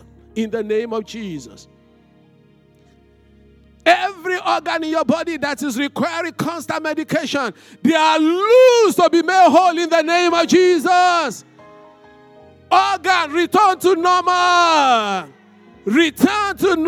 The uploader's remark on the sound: This Sunday Service message. Fountain of Love, RCCG Aberdeen, UK.